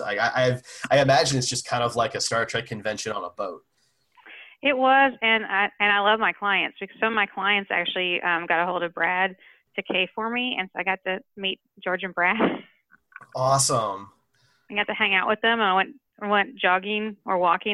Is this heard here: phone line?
yes